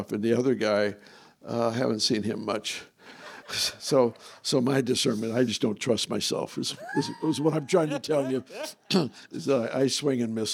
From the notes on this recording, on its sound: This was recorded at a break out sessions during Victory Conference 2024.